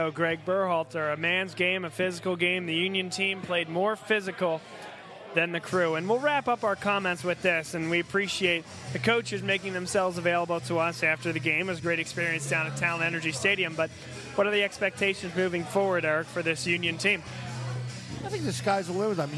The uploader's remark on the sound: Vuvu Soccer was live at Villa Capri in Doylestown!